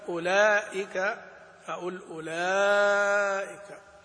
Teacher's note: زيادة مط على المد في حرف المد الطبيعي